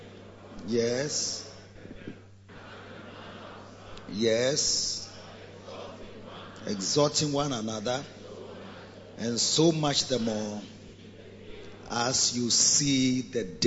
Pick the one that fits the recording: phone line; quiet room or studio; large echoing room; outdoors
large echoing room